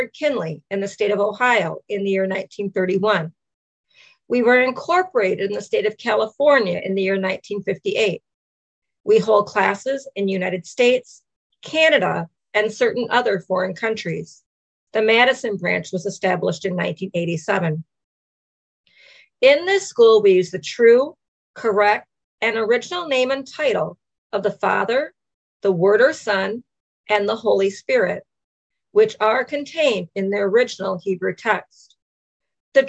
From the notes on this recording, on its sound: Madison Zoom Class.